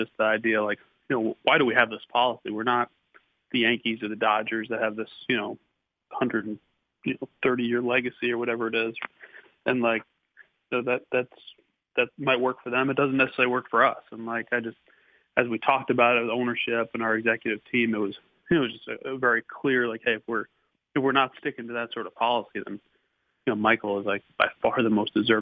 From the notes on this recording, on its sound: called in to the Ben and Skin show